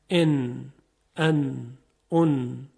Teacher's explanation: سر زبان میخوره به لثه دندونهای پیشین بالا و صدای نون شنیده میشه به صورت خیلی ساده · Term: اظهار نون ساکن